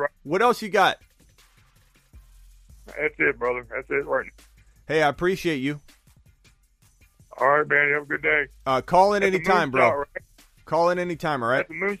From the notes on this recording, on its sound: He answers phone calls and takes fantasy football voicemails.